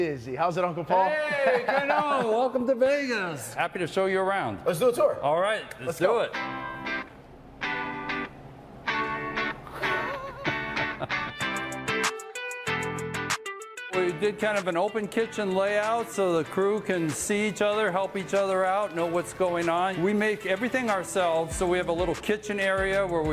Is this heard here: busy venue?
yes